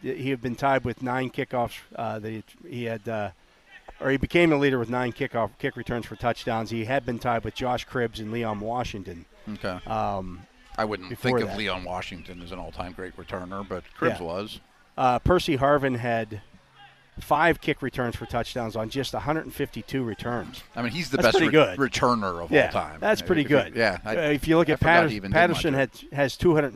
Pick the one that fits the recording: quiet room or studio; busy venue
busy venue